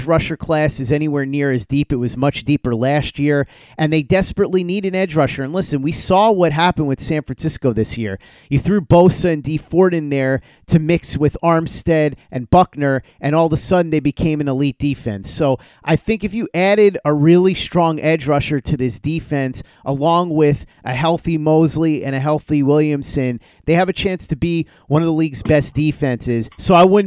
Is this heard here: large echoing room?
no